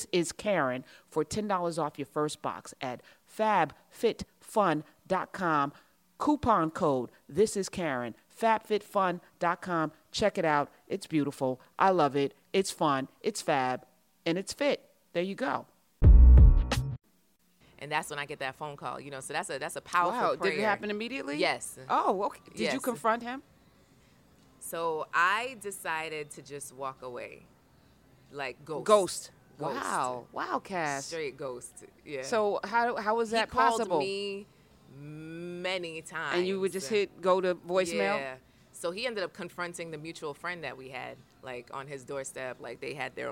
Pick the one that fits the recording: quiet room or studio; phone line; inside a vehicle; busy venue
busy venue